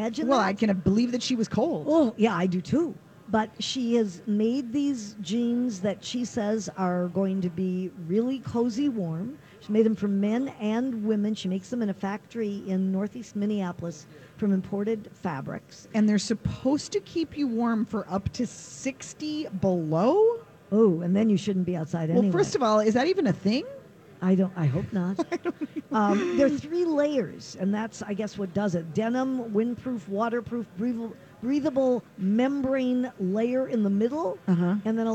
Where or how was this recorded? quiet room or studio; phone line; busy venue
busy venue